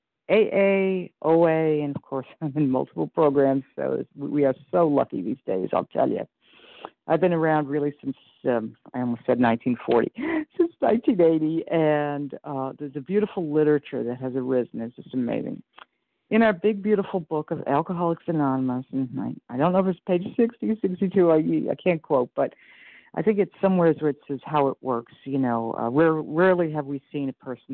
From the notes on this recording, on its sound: 100 Pounders Phone Meeting, 3/26/23